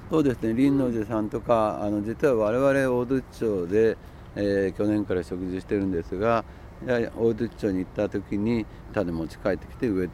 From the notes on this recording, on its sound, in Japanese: 今回取材した神奈川県平塚製造所の「千年の杜」。その森を歩きながら。